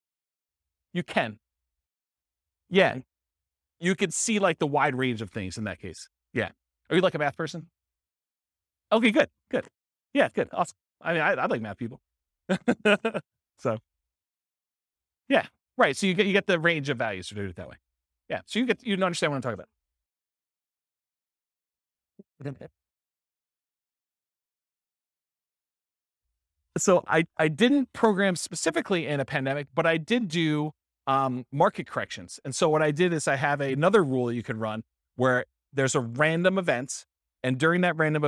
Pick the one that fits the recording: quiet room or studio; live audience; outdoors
live audience